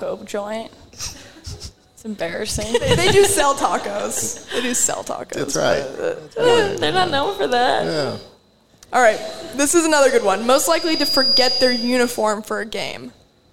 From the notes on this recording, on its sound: Live Show Edition. Hosted another live show at Hail Varsity Club.